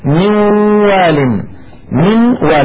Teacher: قوله تعالى: من وال، هنا نون ساكنة بعدها واو، ونحن نعلم أن النون الساكنة تدغم في الواو ولكن تبقى الغنة، فلذلك يكون النطق نوال. وفي الخط نرى بأن النون مجردة والواو فوقها فتحة فقط، ما في شدة. · Term: الإدغام الناقص